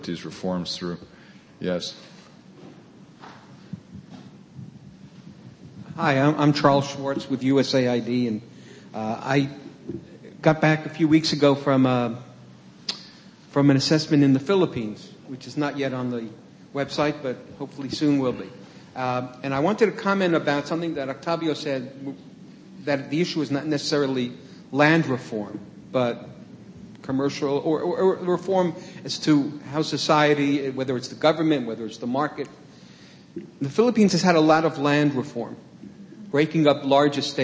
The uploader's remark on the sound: The Federalist Society presented this panel at Part 1 of the 2007 U.